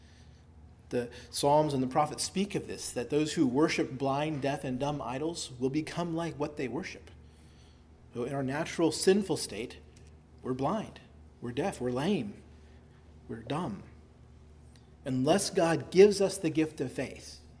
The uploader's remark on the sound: delivered at Christ Our Savior Baptist Church on Sunday evening, October 1, 2023.